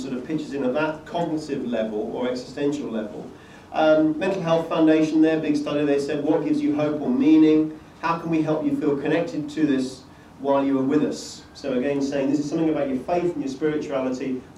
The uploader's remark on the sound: A talk given at a conference in London